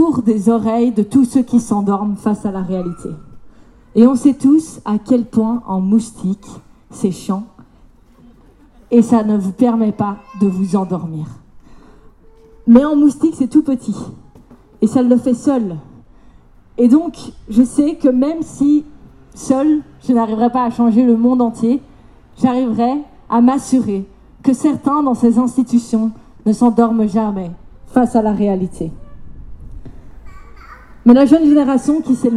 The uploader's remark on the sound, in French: que nous avons enregistrés lors de la manifestation devant la Commission européenne